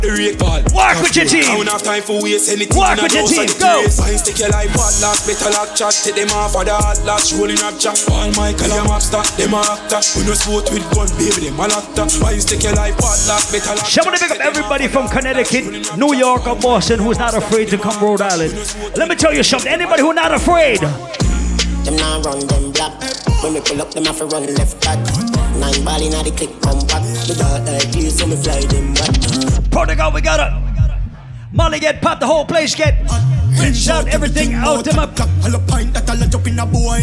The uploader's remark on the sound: Live audio recording of my set at island saturdays on march 11